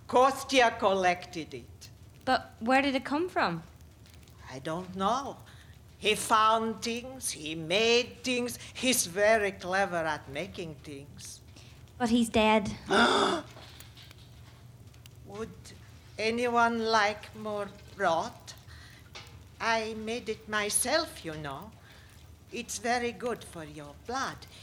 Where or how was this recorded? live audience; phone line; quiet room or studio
live audience